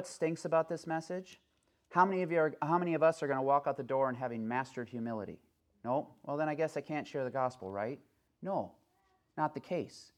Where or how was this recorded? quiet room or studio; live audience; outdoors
live audience